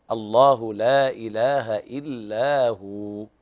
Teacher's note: وكلمة هو يعني مد حركتين فقط، الله لا إله إلا هو فقط، يعني لا تزيد عن هذا.